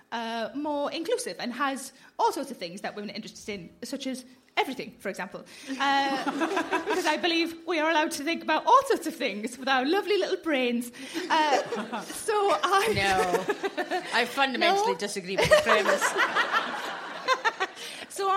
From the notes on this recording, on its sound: Highlights from Standard Issue In Conversation at Glasgow Comedy Festival 2016.